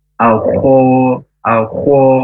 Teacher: huruf khor itu dari tenggorokan yang paling atas dan mendengkur ya, ada tafkhimnya juga.